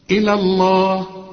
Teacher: إذا وصلت إلى الله تلغى الإيه الياء لأنها سكنة